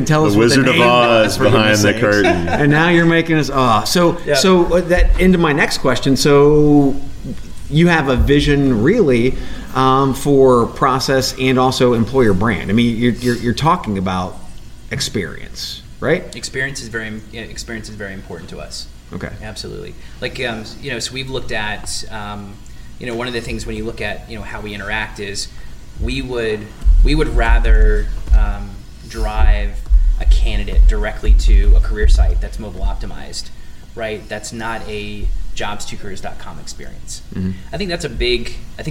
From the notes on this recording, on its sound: Live from SHRM Talent in Las Vegas